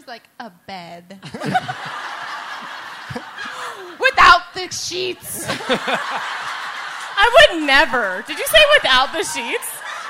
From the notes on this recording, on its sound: We’re live from our sold out show at The Roxy in Los Angeles!